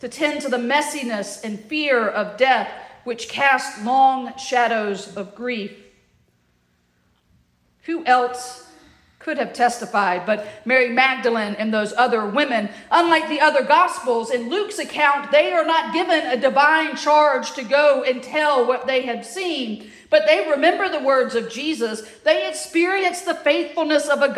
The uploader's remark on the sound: at the Church to the Messiah (recording) in Heflin, Alabama